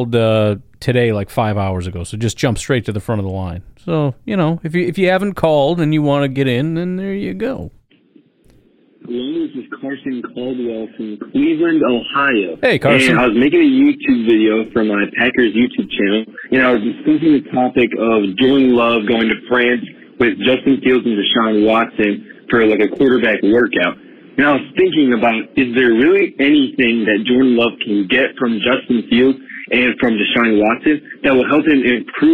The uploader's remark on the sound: Call-in show. Hear from fans voicing their opinions.